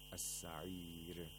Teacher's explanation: Ra is pronounced with tarqiq.